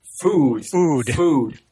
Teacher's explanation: It sometimes comes out as a front-rounded vowel. It sometimes comes out as a back-unrounded vowel. · Term: California shift